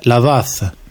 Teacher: C'est une consonne fricative dentale sourde qu'on utilise souvent pour le CH chez nous.